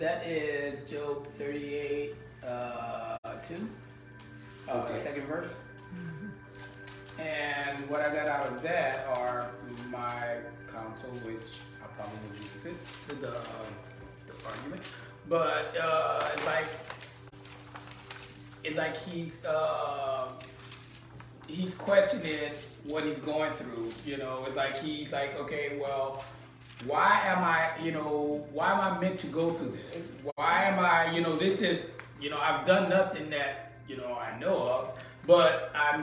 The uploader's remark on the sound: In a Bible Study taping, live at the Historical St. Mary Congregational Church of Abbeville, La., congregants are unexpectedly cast in the role of counsel.